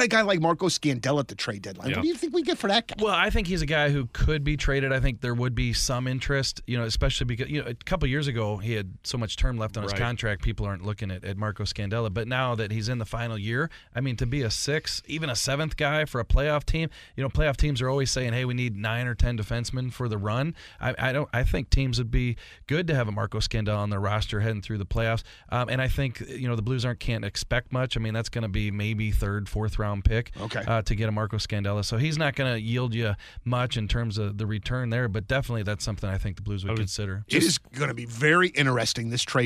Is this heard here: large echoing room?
no